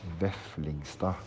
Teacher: The D at the end is not pronounced